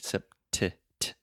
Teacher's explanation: I'm really aspirating, which means I'm breathing air out of my mouth · Term: true T